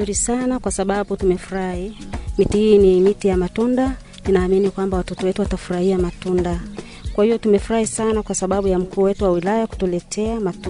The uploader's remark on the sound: This Podcast episode is recorded from the field